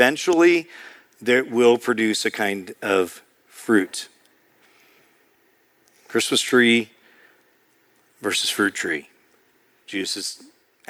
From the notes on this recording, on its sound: preached in March 2023 at Sojourn East